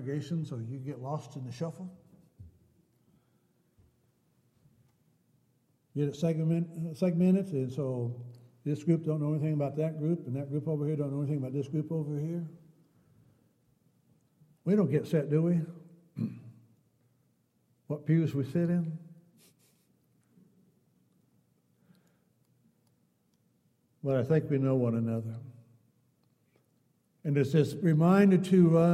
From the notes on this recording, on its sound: Downtown Church Of Christ Audio Sermon